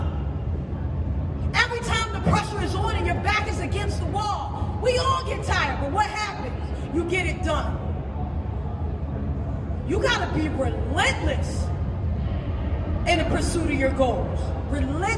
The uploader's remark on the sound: Live From Toronto Canada